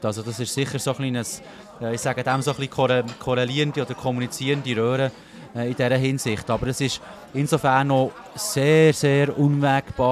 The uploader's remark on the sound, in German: Bern einfach Live aus der Bellevue-Bar.